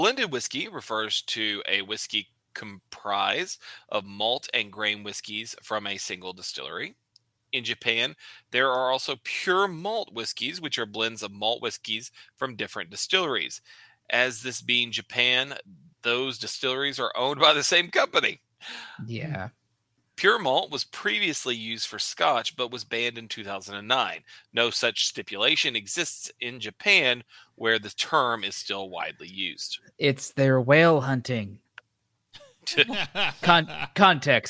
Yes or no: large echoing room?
no